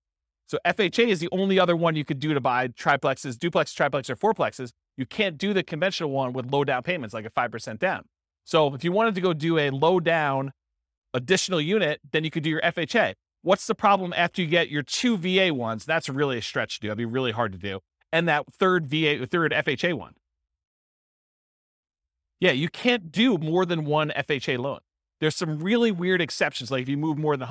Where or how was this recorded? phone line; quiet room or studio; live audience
live audience